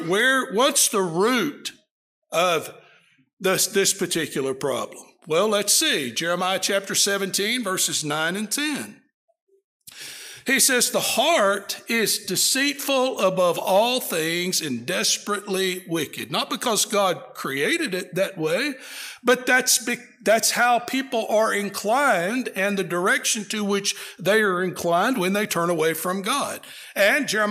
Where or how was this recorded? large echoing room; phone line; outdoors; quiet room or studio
large echoing room